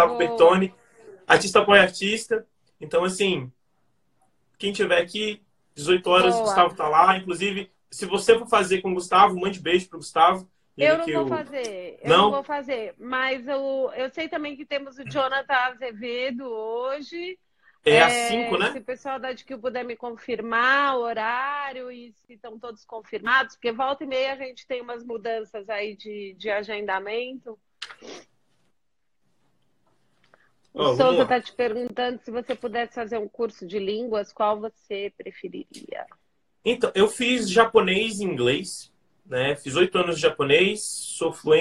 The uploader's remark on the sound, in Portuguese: Direto do isolamento, em sua casa em Brasília.